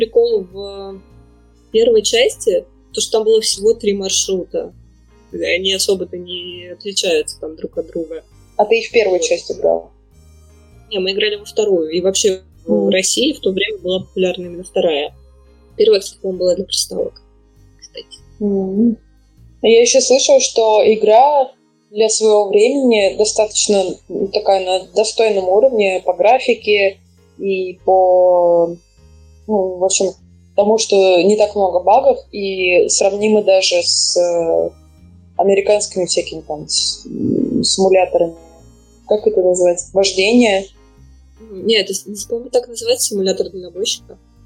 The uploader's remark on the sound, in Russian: По ошибке записалась на микрофон ноутбука, поэтому звук получился как обычно. Мы очень стараемся и обещаем улучшить качество звука!